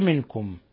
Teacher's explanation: نون ساكنة جاء بعدها الكاف إخفاء حقيقي